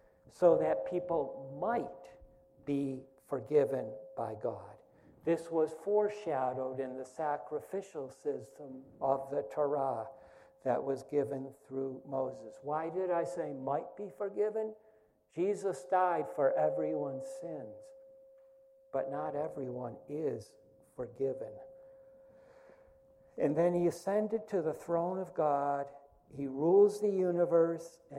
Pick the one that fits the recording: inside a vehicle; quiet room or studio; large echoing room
large echoing room